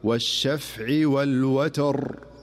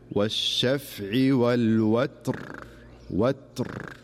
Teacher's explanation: وكذلك في نفس السورة من سورة الفجر في قوله تعالى والشفع والوتر، فالبعض يقول والشفع والوتر، والصحيح عندما يقف على كلمة الوتر بحيث أن الراء سكنت فينتبه للسكون في حرف التاء التي قبل الراء · Shown in: second take · فيقرأها صحيحة بيقول والشفع والوتر، وتر.